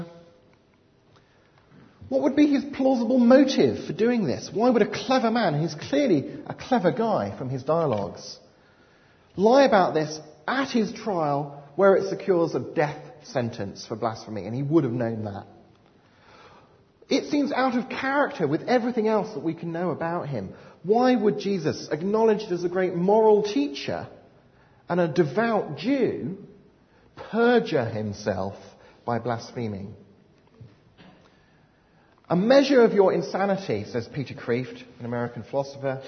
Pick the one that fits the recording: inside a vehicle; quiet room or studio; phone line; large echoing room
large echoing room